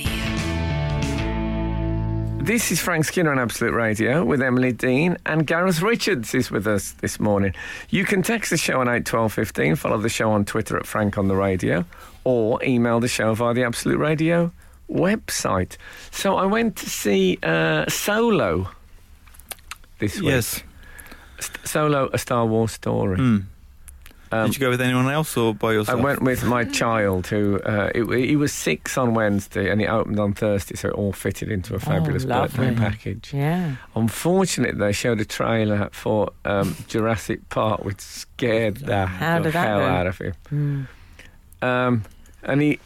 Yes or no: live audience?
no